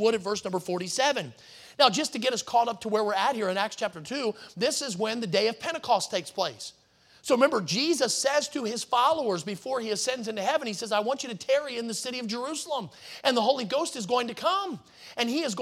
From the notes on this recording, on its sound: in the Sunday Morning Service on June 4, 2023, at Victory Baptist Church in Boonsboro, Maryland.